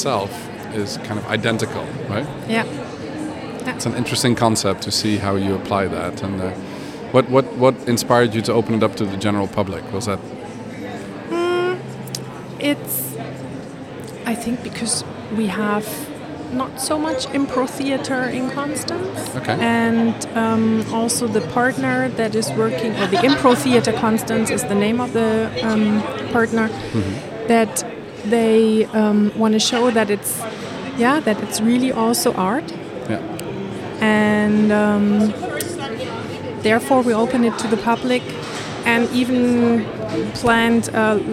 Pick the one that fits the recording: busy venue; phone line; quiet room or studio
busy venue